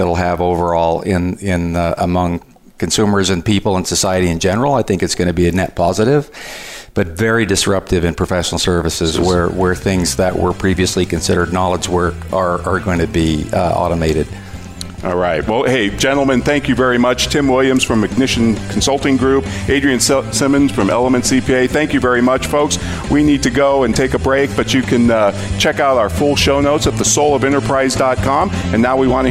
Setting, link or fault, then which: setting, busy venue